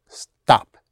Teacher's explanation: The sound of the final tone is a short staccato push down, as in stop.